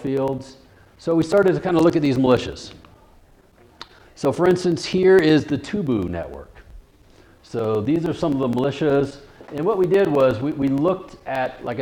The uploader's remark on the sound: This lecture occurred at The Institute of World Politics on February 7, 2017.